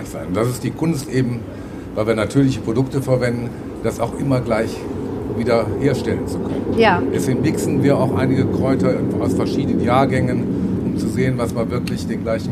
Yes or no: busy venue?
yes